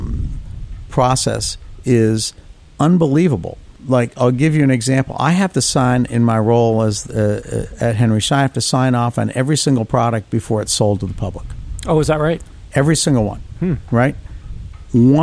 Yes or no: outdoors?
yes